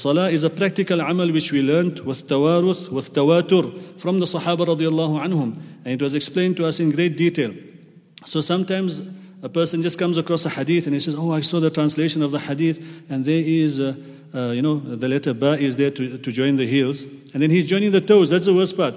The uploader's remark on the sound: At the Houghton Masjid (West Street).